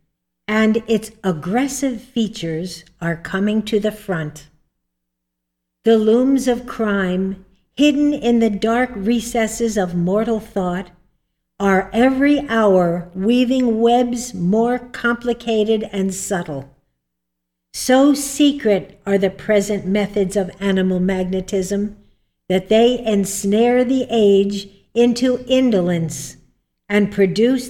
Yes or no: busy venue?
no